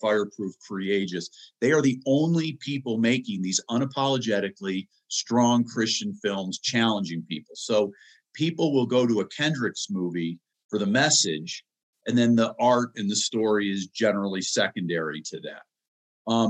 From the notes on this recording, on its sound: special Transforming Leadership Zoom call